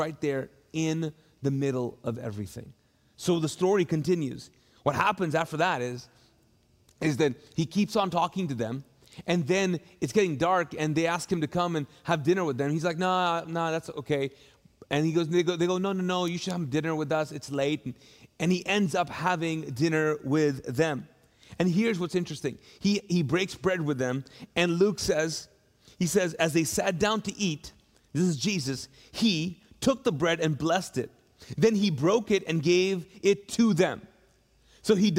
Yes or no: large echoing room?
yes